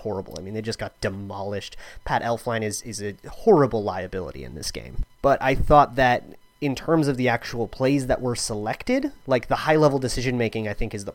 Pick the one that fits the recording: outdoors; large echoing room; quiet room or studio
quiet room or studio